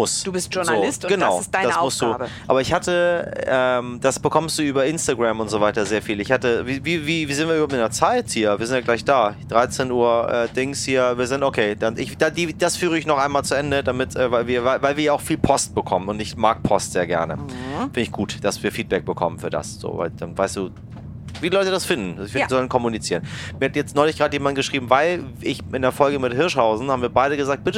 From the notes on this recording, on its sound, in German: Ideale Voraussetzungen also für eine gemeinsame Podcast-Aufnahme im ICE zwischen Köln und Dortmund.